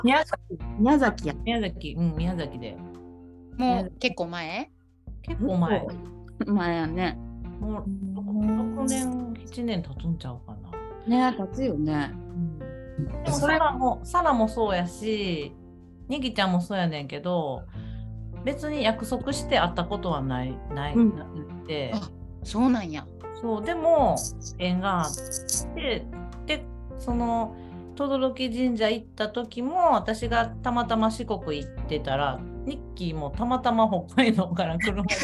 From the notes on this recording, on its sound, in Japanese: 初ゲストを北海道と宮崎から迎えて。リモート収録でお届けします。